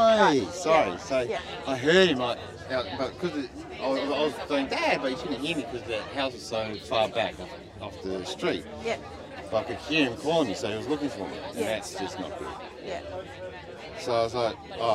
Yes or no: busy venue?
yes